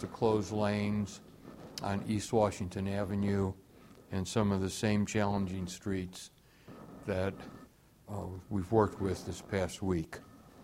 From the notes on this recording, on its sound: Press Conference